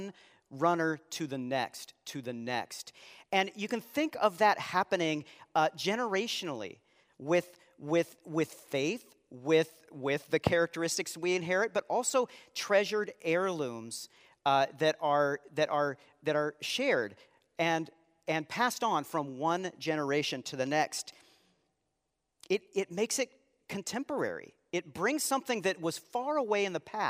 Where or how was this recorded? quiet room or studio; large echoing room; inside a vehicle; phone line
large echoing room